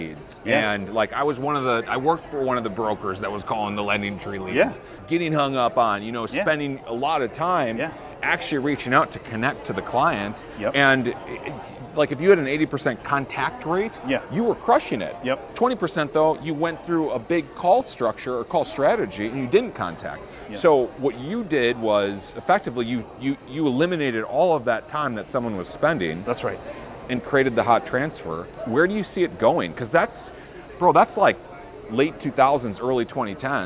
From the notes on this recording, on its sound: Are on site at LeadsCon 2023. Interviewed 8 attendees from the show floor.